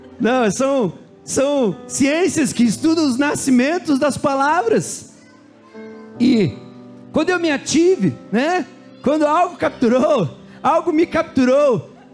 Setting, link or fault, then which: setting, large echoing room